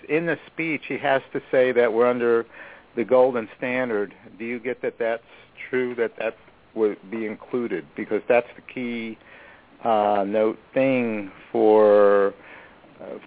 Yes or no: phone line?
yes